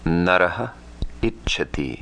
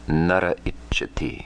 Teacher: A preceding visarga, visarga followed by other vowels other than a. Visarga is dropped. · Shown in: second take